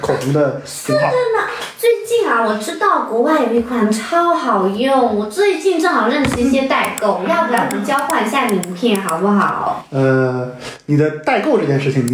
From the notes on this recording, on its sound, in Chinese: 因为这次跑团时录制的设备并不专业，再加上环境和大家散座的位置，音质会比较差，调试之后改善不大，敬请大家谅解。